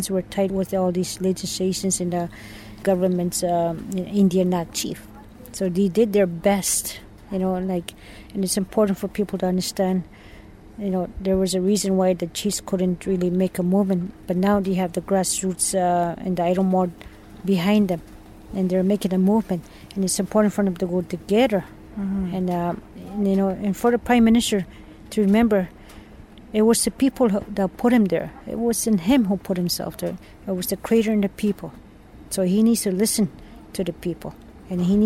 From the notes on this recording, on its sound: on location at her teepee on Victoria Island in Ottawa